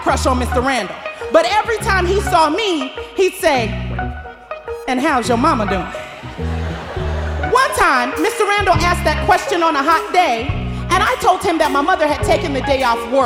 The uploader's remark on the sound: Snap LIVE! At The Paramount